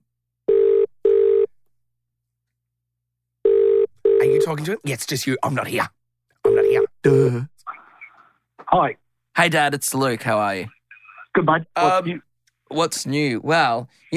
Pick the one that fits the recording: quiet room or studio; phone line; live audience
phone line